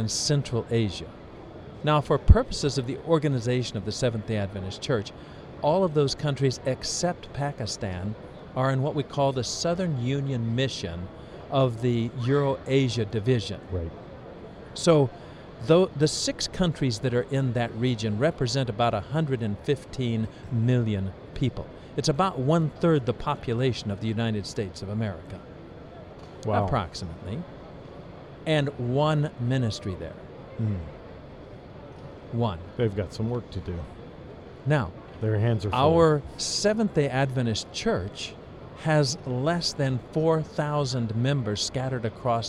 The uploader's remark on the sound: This episode was Streamed Live on location at ASI International Convention in Kansas City, Mo.